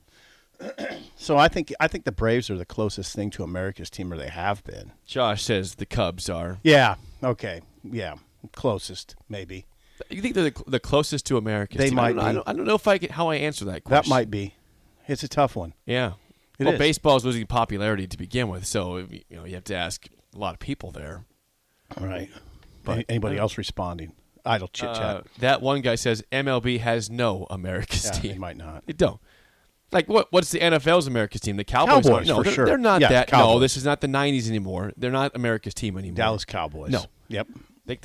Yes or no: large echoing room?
no